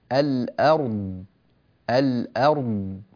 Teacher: عند الوقف على كلمة والأرض هنا، وفي قوله تعالى له ما في السماوات وما في الأرض، نبين الراء ونبين الضاد، الراء ساكنة بينية، الضاد ساكنة رخوة